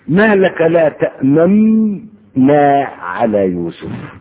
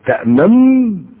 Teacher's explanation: أنك تظهر حركة النون الأصلية التي أدغمت ماذا كانت حركتها الضمة فالإشمام من أجل التدليل على أصل حركة النون المدغمة